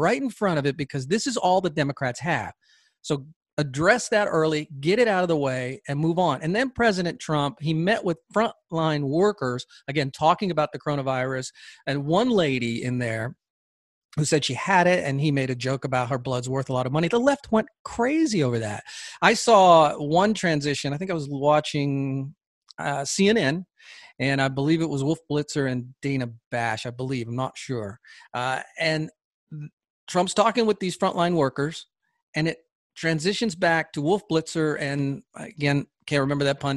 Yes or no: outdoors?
no